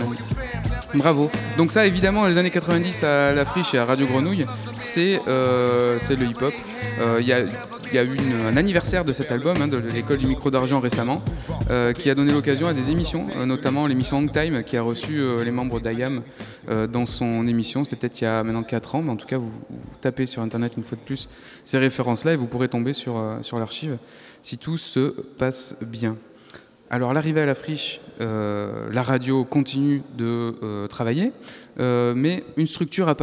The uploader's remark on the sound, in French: Émission réalisée en public et en direct depuis le Centre d’art Passerelle de Brest, pour le 18ème Festival Longueur d’ondes, à l’occasion des 40ans de la création de Radio Grenouille.